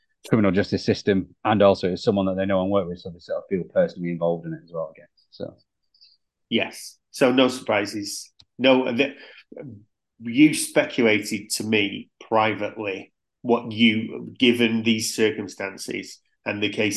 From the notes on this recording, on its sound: We recorded this via zoom due to having ridiculous schedules at the moment.